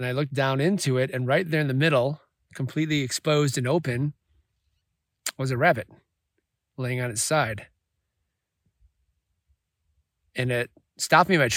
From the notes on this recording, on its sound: Recorded alone in the desert